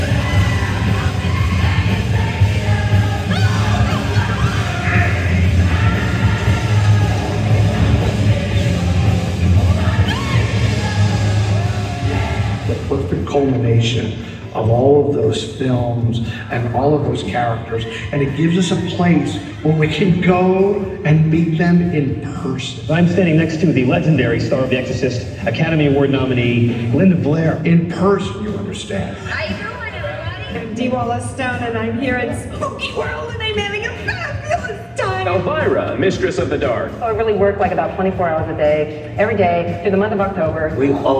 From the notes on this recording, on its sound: This video is taken from a panel the team gave Friday during Monsterpalooza 2022.